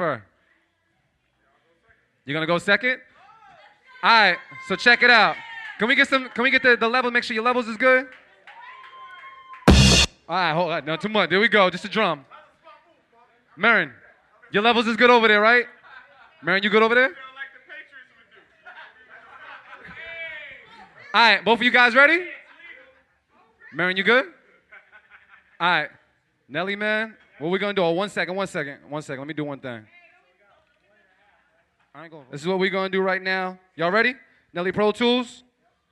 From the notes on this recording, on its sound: The Beat Club Podcast LIVE stopped by WonderBar in Allston, MA, to put on our monthly live show for producers. New faces & new beats were in the building during our open producer showcase, plus new competition hit the stage during "Keep It or Cut It" Live.